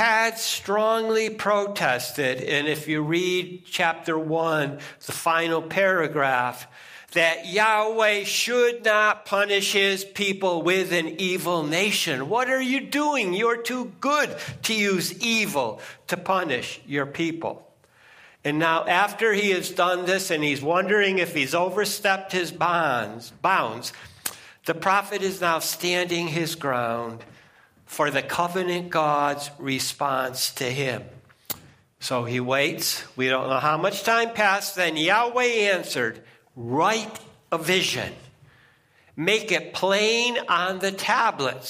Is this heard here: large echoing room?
yes